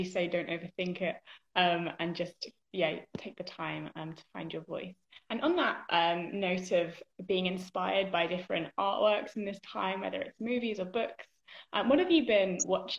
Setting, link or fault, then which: link, video call